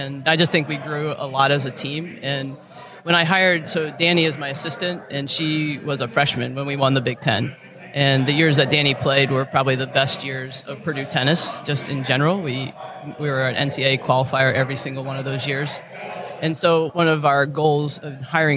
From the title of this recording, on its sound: Live at The Collegiate Open